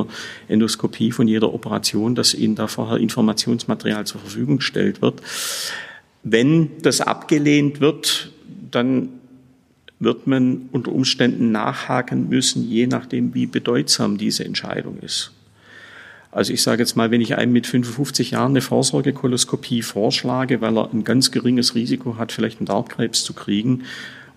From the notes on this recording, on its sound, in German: in der Kapelle des Trinitatisfriedhofs Dresden